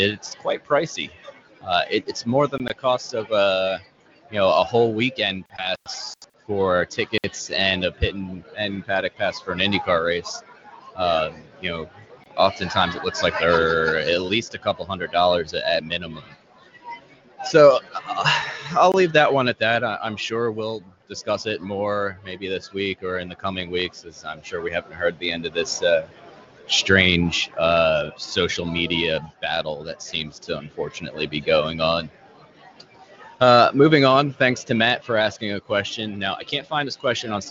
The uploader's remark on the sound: Live at PM18 at Pit Lane Parley